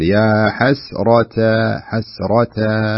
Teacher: صح الراء مفخمة لكن لا تؤثر على التاء والألف